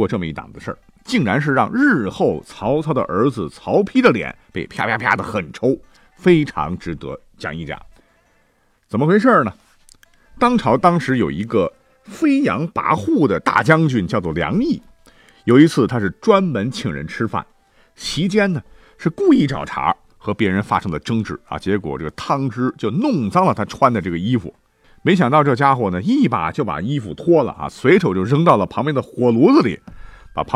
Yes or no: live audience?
no